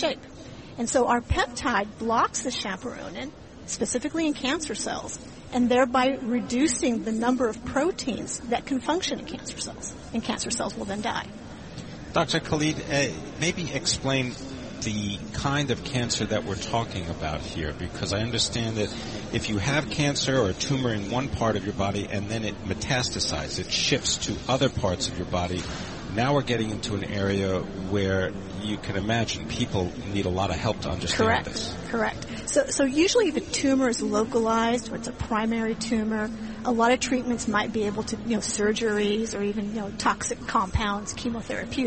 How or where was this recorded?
busy venue